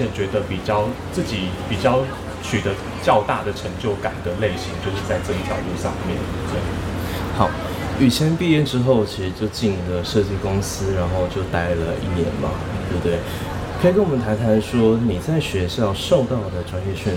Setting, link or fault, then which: setting, busy venue